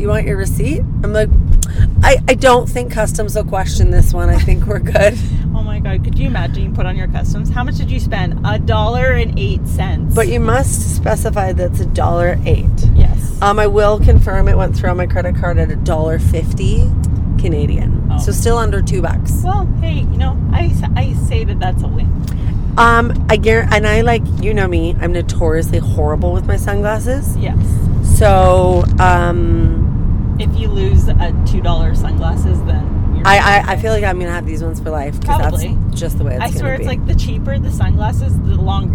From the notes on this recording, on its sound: Tune in for a podcast in the car, kind of like car karaoke but with no singing.